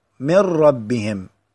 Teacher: فتحذف النون أو تدخل النون في الراء